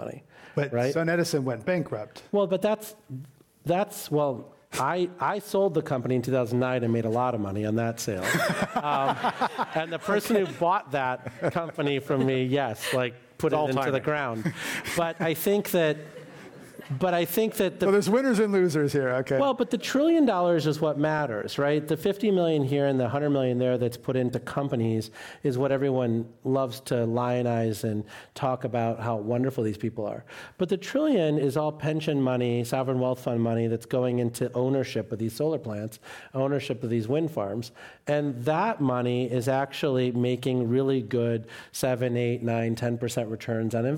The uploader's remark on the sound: This program was recorded in front of a live audience at The Commonwealth Club of California in San Francisco on August 5, 2019.